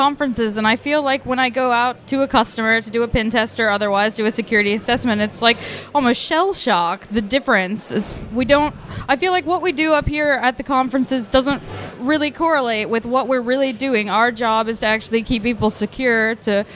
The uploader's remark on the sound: Backstage at THOTCON 0x3. I was listening to some of the conversations and talks being given at Chicago's very own THOTCON 0x3.